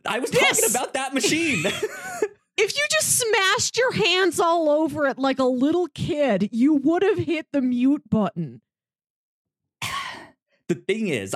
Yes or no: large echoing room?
no